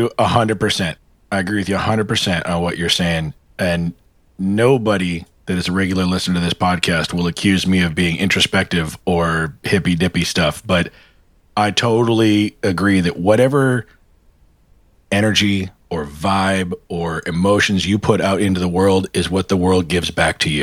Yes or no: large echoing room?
no